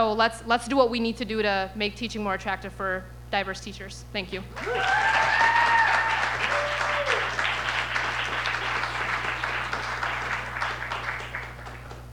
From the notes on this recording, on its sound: This EDTalk was recorded at Icehouse on November 13th, 2023.